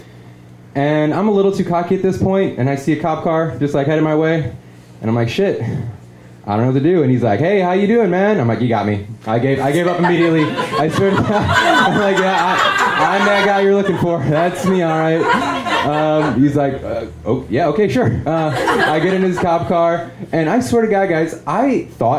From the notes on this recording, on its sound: LIVE FROM GENUINE JOES